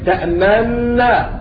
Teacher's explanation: إلا أبا جعفر قرأها بالإدغام الكامل